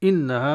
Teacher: إنها نون مشددة غنة مقدار حركتين